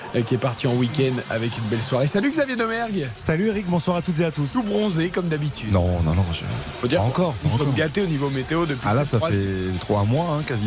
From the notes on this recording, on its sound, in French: en direct du stade de l'Algarve à Faro